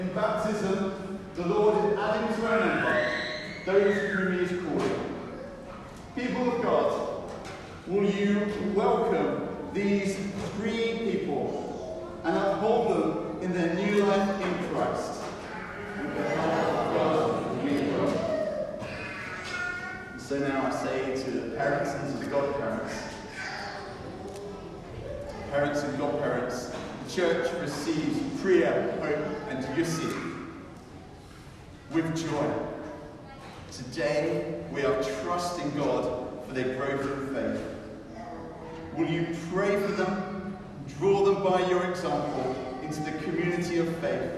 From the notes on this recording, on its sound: I have recorded on Easter Sunday an encouraging talk at Newcastle Holy Cross (Fenham)